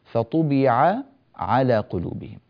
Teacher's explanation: ولا ندغم العينين في بعضهما